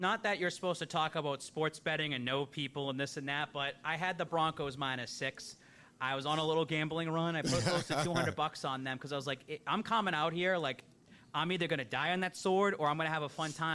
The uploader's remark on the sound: Boston Power Hour LIVE at Brockton Beer Company!